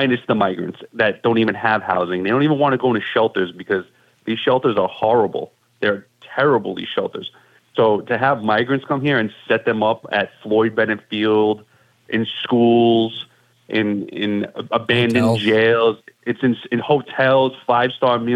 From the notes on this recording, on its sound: called into to talk